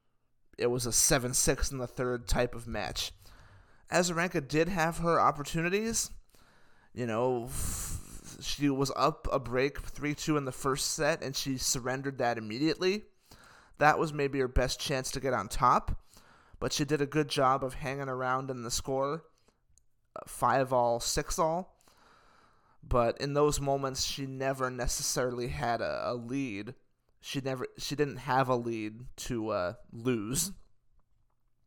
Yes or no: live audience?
no